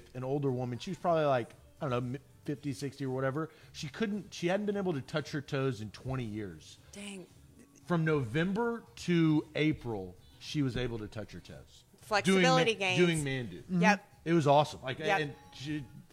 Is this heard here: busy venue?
yes